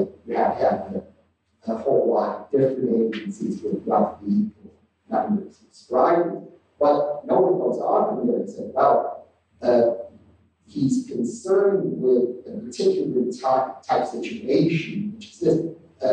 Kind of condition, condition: fault, poor sound quality